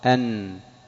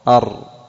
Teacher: اللسان، هذا يخرج منه الراء، أر، أن، أر، أن، تجد أنك عند النون الاعتماد يكون على الطرف، وعند الراء الاعتماد يكون على الطرف لكن أدخل إلى ظهر اللسان